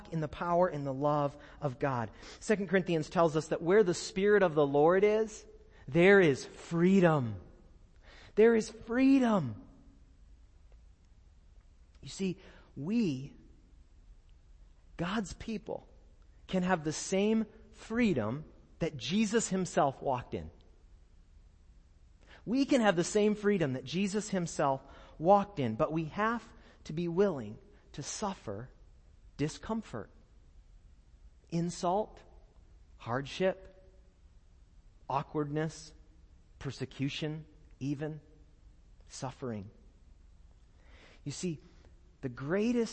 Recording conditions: large echoing room